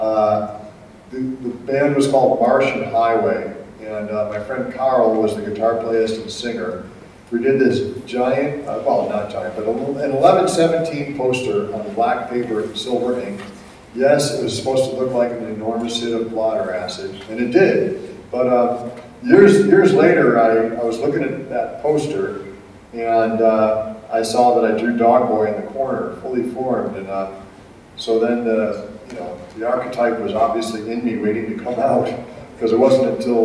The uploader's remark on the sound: Live at APE 2017